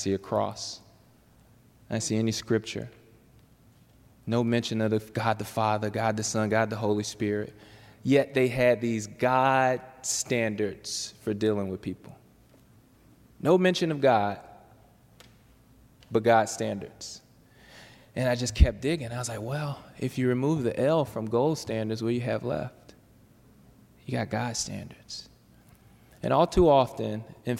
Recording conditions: large echoing room